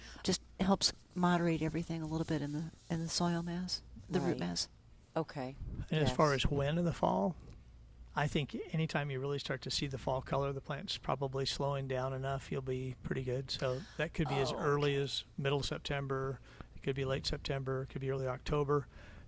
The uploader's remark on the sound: Plant Experts Live at Prairie Gardens.